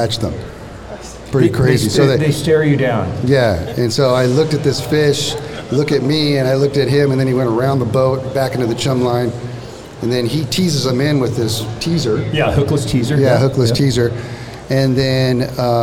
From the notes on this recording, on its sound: I recently had the honor of hosting my podcast in front of a live podcast audience at the Bass Pro Shop in Rancho Cucamonga, California.